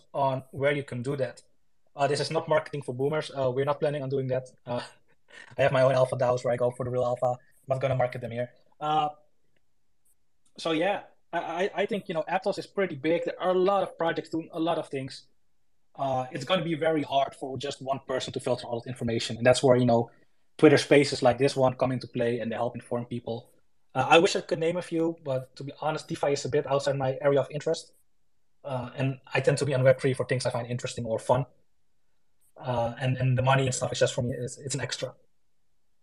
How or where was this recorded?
video call